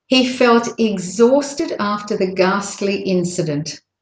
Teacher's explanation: So exhausted, ghastly, incident are the stressed words.